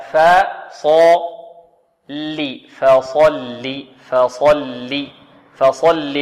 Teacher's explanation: الفاء حرف مرقق، والصاد من حروف ماذا؟ حروف الاستعلاء التي تفخم من حروف التفخيم الاستعلاء، واللام حرف مرقق.